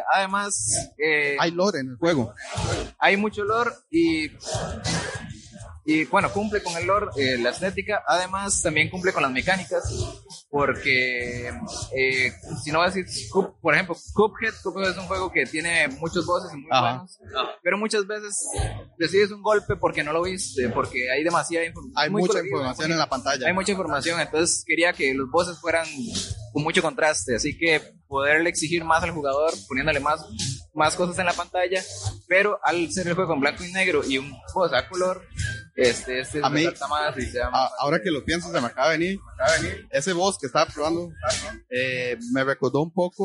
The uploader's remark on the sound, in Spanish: El audio ha sido tomado de las transmisiones en vivo hechas en la sala magna de la UNED de Sabanilla de San José. Disculpen los fuertes ruidos de fondo.